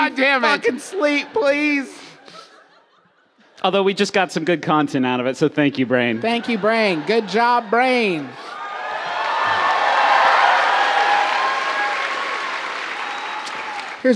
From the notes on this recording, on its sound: We apologize to the city of San Jose for how many pranks we did on this episode, in which we celebrated the Great Pranking Day while recording a live show.